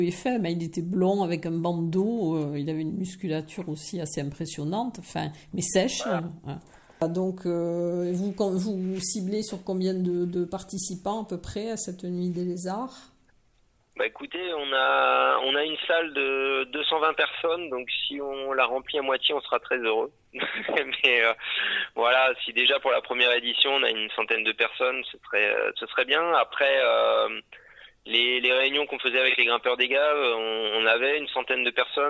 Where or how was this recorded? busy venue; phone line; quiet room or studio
phone line